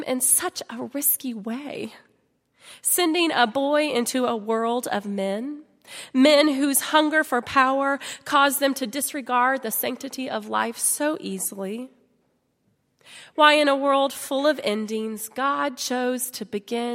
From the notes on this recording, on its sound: at Highland Baptist Church.